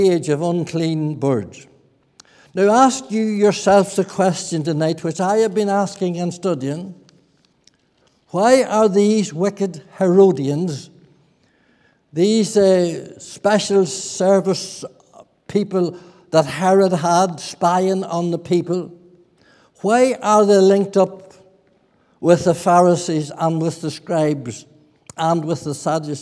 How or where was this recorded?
large echoing room